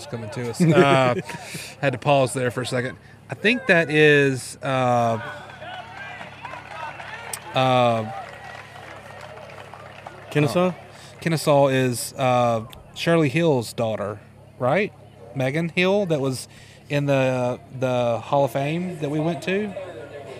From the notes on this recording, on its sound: The guys venture to "Soso-ish" up in Jones county for the West Jones and PCS high school baseball game. Recorded the episode live from the left field perch at the West Jones Stadium.